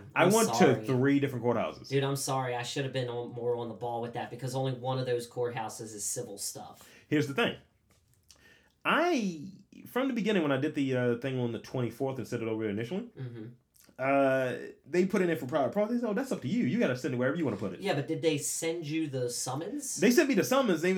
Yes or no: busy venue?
no